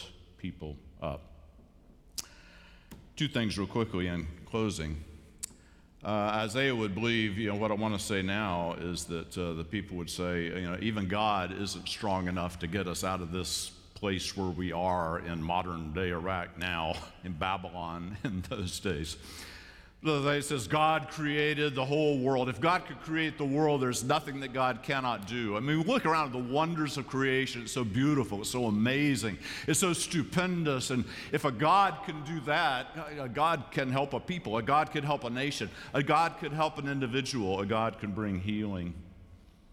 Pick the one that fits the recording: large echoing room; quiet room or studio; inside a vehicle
large echoing room